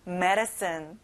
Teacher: D 발음이 안 나요. soft하게 르로 발음해 보세요.